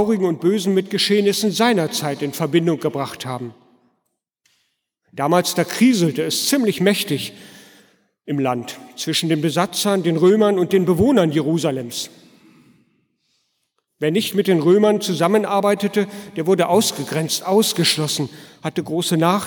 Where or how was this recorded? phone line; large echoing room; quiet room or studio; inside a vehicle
large echoing room